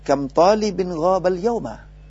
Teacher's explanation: di akhirnya tidak direndahkan tapi agak ditinggikan suaranya · Term: intonasi